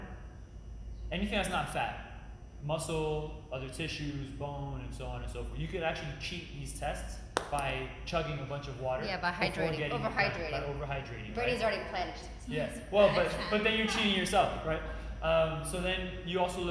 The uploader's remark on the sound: Present to a live audience at Peak 360 in South Miami.